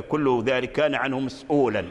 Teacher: مسؤول السين ساكن صحيح والهمزة بعد حرف الساكن والواو من حروف المد حروف العلة، فمسؤول مثل القرآن كذلك هو بالقصر